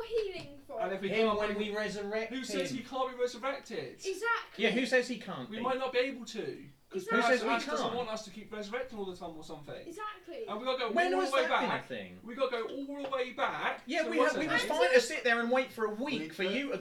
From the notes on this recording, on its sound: We still have some audio issues in this episode, very sorry